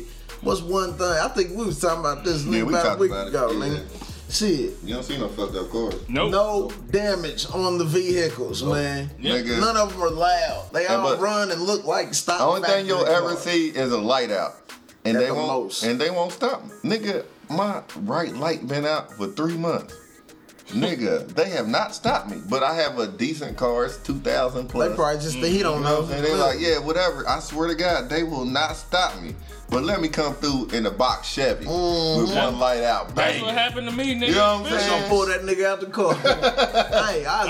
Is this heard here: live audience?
no